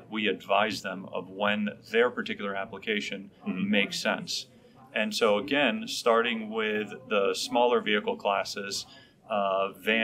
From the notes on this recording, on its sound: In Las Vegas, from the show floor of CES 2020.